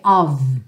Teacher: OF com um F só tem som de V